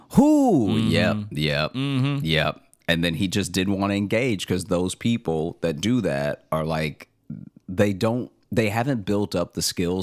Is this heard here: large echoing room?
no